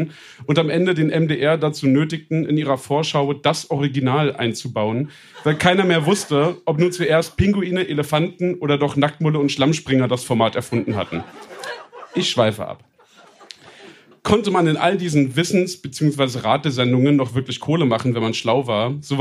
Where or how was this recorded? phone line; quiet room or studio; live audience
live audience